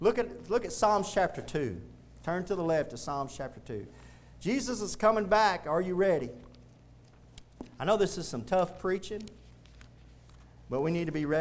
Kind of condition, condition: setting, large echoing room